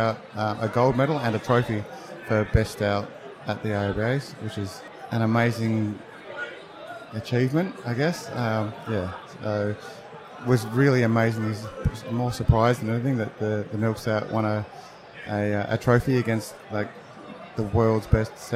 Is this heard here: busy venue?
yes